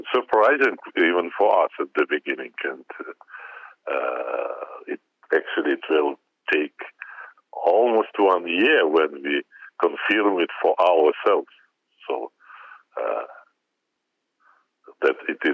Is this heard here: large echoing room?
no